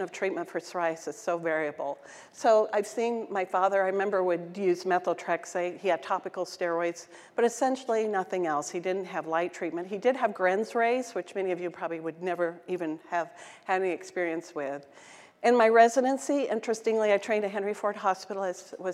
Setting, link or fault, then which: setting, large echoing room